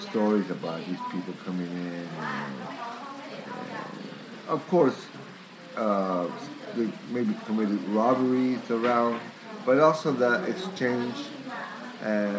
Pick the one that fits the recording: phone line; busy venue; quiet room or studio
busy venue